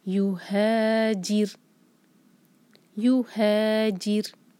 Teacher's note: یو ایک حرکہ، ہا مد طبعی دو حرکہ، اور را ساکن سے پہلے کسرہ تو را ہمارا باریک ہوگا